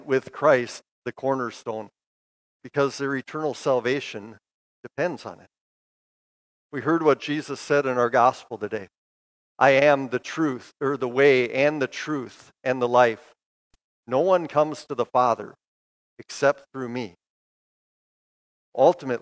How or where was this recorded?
large echoing room